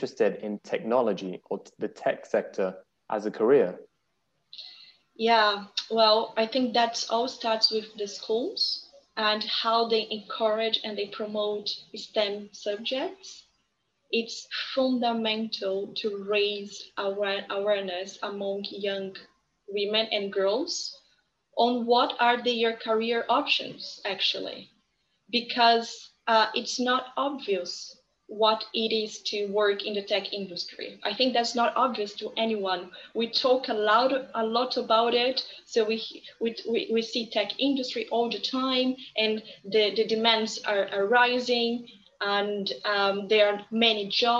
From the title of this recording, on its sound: Sona Circle Virtual Event 2021